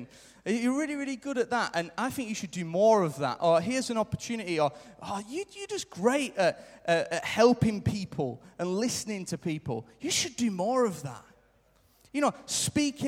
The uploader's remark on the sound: Recorded live at Life Church.